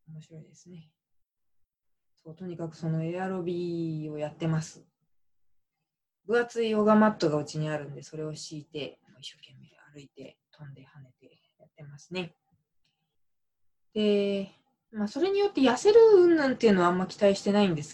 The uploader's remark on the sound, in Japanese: 愛用マイク「iRig Mic Cast HD」をPCにつなげると声が低くなってしまう問題が発生していたのですが。PCにつなげるようになったので、YouTubeライブにチャレンジしました。今回は会議サービス「ZOOM」と連携する実験です。